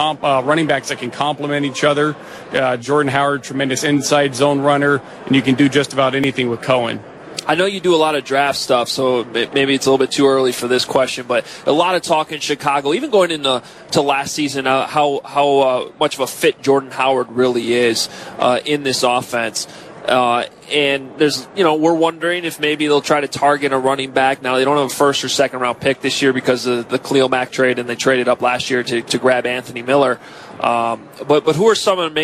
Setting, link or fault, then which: setting, busy venue